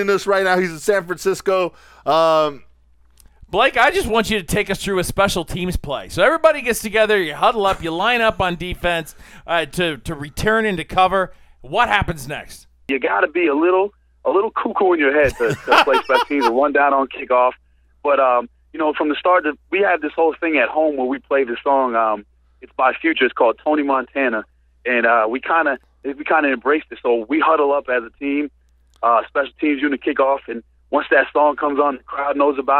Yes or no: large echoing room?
no